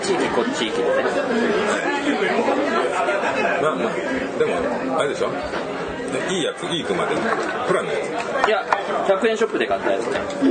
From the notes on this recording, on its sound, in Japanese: ふらっと居酒屋収録しましたが…雑音が…、大丈夫です、人間はすぐに適応できます。